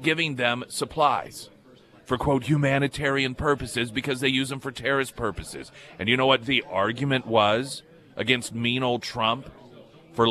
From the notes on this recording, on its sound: live at Scramblers Diner